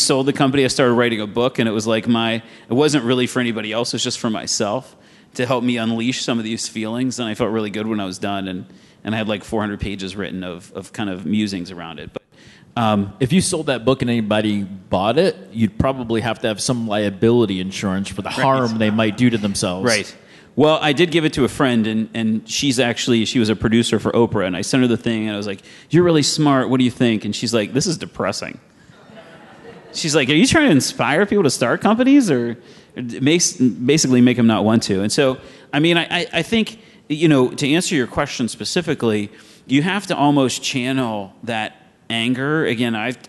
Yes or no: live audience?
yes